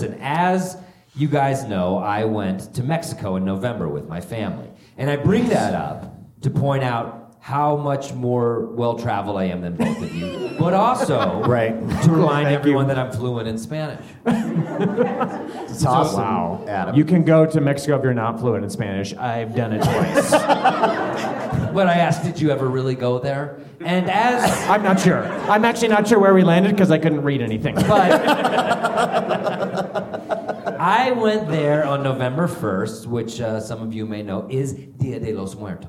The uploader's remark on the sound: Live at the Bug Theatre. The first-ever Grawlix live funeral.